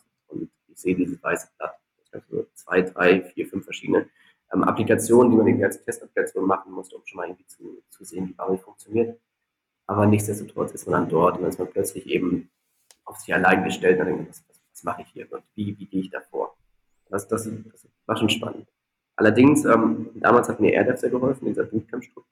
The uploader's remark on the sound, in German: Daher ist die Aufnahme leider nicht von der besten Qualität.